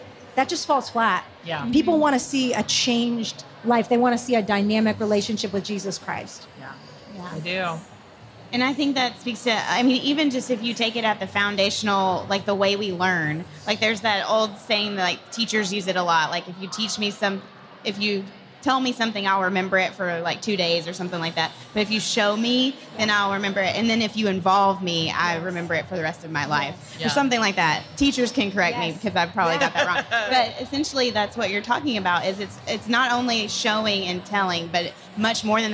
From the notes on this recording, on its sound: We sat down at Lifeway Women Live in Orlando